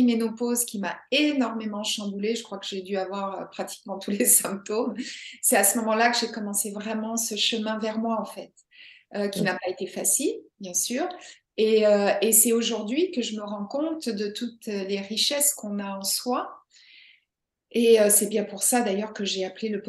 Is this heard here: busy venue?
no